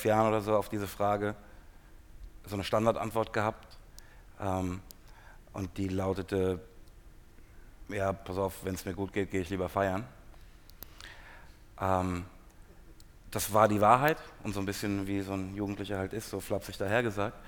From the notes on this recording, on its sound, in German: Spricht im Apple Store, Kurfürstendamm in Berlin.